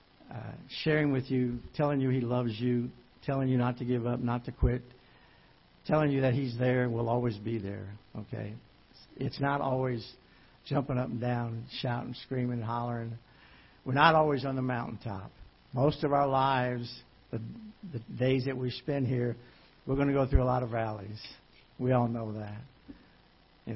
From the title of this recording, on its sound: Ketha Heights Baptist Church ~ Live Broadcast